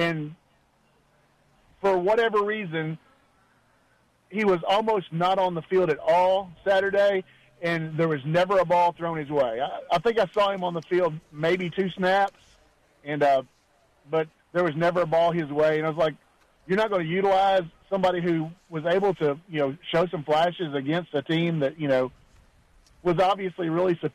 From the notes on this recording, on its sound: Live from the Inaugural First Responder Hero Day at the Judd-Hill Farmers Market.